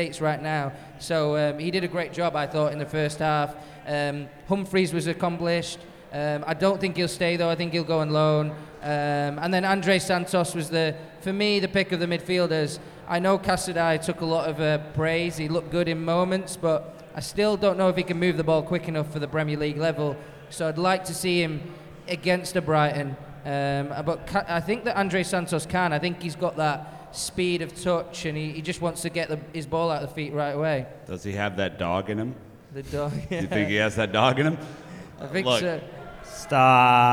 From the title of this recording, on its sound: LIVE from Philly